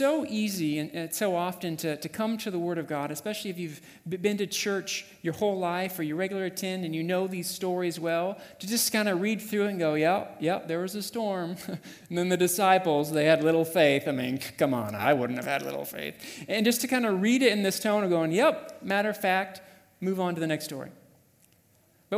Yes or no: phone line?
no